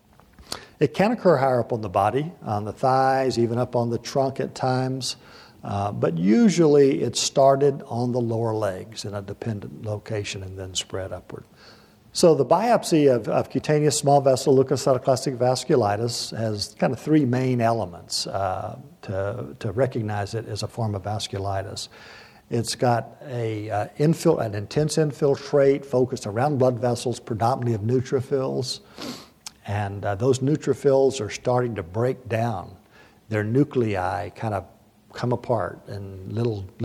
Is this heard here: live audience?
yes